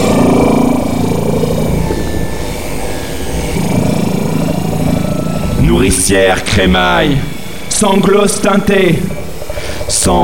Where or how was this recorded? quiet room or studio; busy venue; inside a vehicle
busy venue